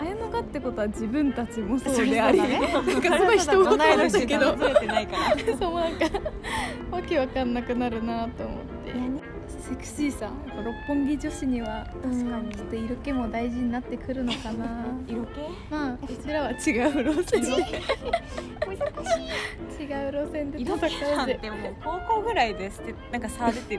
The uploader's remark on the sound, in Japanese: 誕生日会ディナーの帰り道に録音してみました。六本木の裏路地にある駐車場で急遽撮りました。